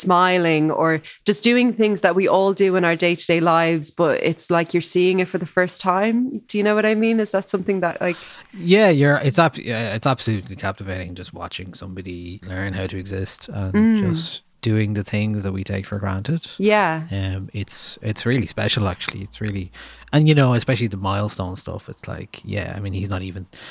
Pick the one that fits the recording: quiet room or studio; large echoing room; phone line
quiet room or studio